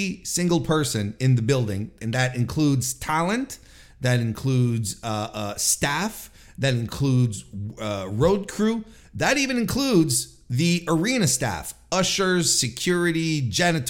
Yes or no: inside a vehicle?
no